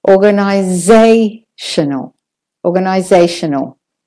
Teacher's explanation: So the SA is the main stressed syllable. So take a bit longer on that one.